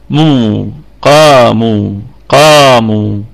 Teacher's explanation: الميم مضمومة في الدرجة الخامسة من درجات الغنة، واتصلت الضمة بالواو ففيها مد طبيعي، مد طبيعي وقفا ووصلا طبعا.